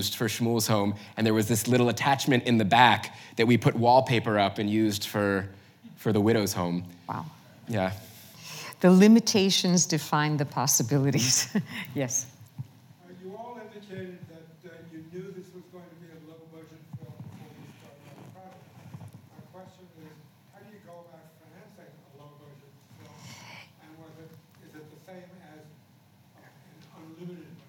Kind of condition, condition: setting, live audience